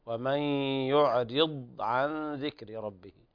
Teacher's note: الضاد في يعرض ساكنة ليس فيها قلقلة